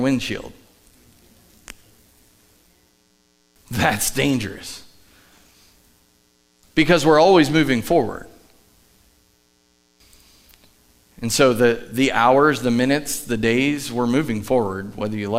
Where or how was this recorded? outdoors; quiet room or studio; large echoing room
large echoing room